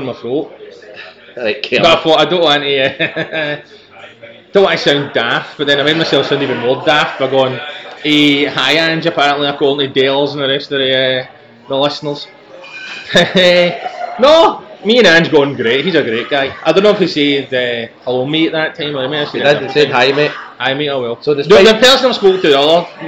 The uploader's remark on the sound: From a loud pub, which we could do nothing about